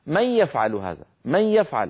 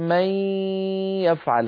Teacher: هذا المط للغنة مصاحبا لصوت الياء هو من خصائص النص القرآني المط · Shown in: second take · Term: تطويل الغنة